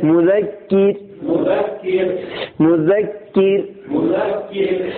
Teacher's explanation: اکبر لو کانوا یعلمون فذکر انما انت مذکر دیکھو خاص کر کے یہاں پہ دو چیز، ایک چیز آئی ہے، اگر باقی قاعدے آپ کے ذہن میں ہیں، تشدید بھی ذہن میں ہے، زال کا مخرج بھی ہے، لیکن را ساکن سے پہلے زیر ہے، یہ رائے ساکنہ باریک ہوگی